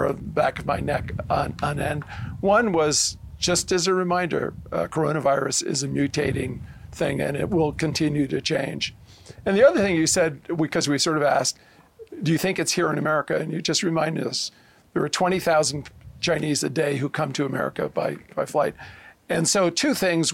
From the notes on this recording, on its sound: On Location at Aspen Ideas. Speaking at Aspen Ideas: Health.